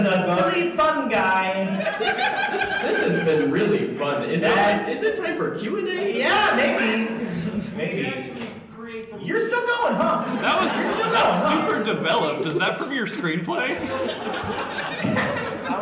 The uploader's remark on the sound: Above is the very first live show the KLC Press crew ever performed, at C2E2 2020. With help from the live audience.